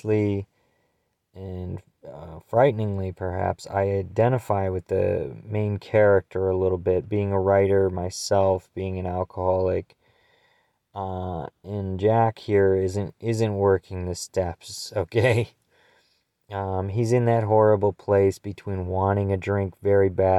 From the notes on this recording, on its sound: we were able to whip this one up with a cellphone and a prayer